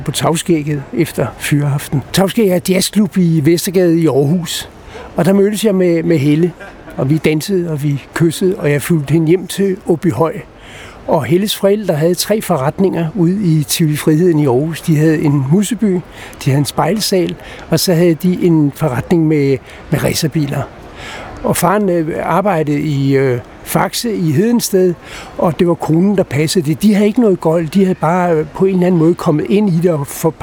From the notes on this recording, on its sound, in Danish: Optaget på Nimb Bar, Tivoli, København.